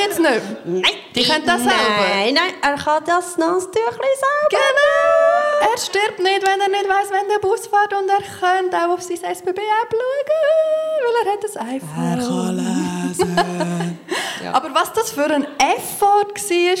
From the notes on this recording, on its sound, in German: Re-Live aus dem Royal Baden. Live vor Publikum.